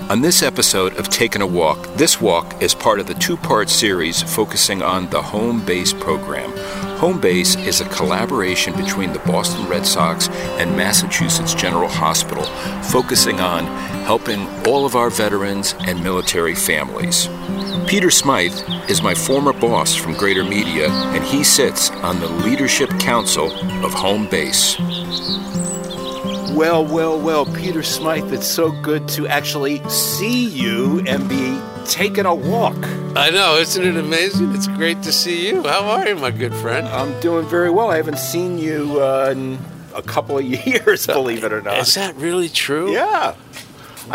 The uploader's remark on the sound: Takin A Walk in Milton Massachusetts